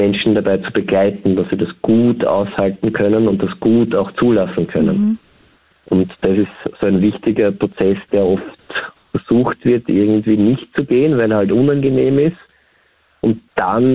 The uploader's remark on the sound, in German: Am Telefon.